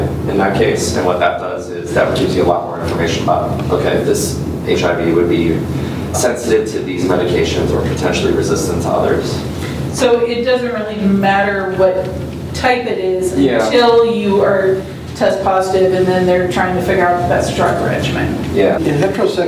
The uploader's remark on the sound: This is the 7th year we recorded this event at Frolicon